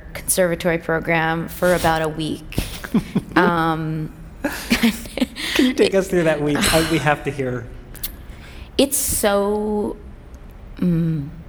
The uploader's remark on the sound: LIVE on the TED Conference stage